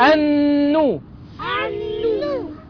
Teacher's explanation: مدغمة في النون المضمومة، بغنى حركتين · Term: لام شمسية